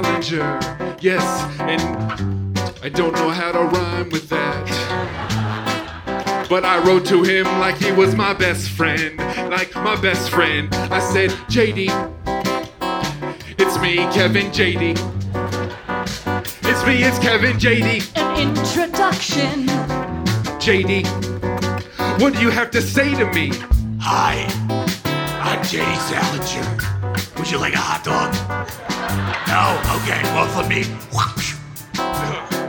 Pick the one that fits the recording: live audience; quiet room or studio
live audience